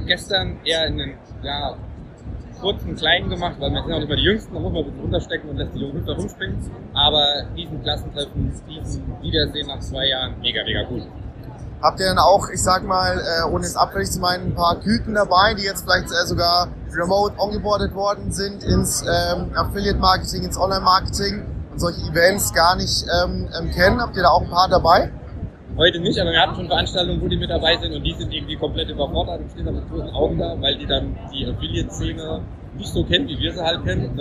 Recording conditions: background noise